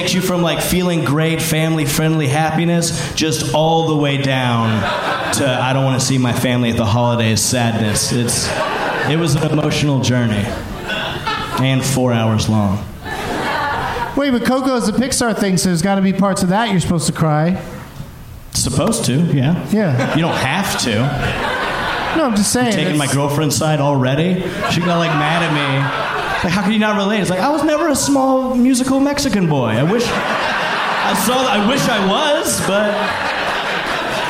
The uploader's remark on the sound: Live from The Secret Group in Houston